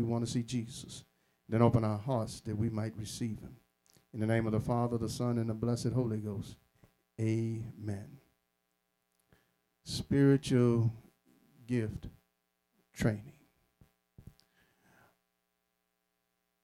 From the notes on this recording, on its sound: Sermon preached from Wesley AME Zion Church